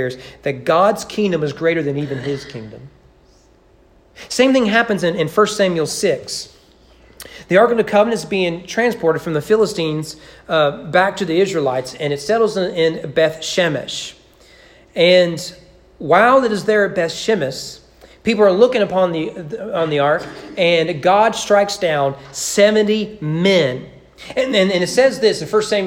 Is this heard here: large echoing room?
yes